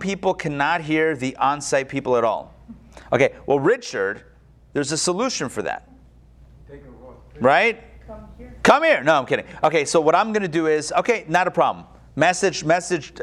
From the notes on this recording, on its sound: Recorded live at Atlanta on July 14, 2021